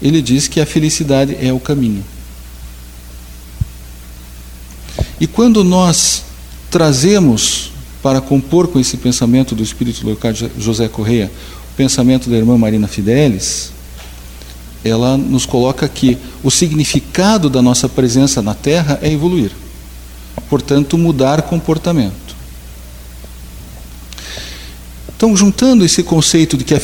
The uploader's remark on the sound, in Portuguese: Palestra ao Público